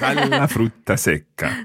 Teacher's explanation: So the a joins the la, and you get an extra L in there, so you need to bounce the consonant. · Term: bouncing consonants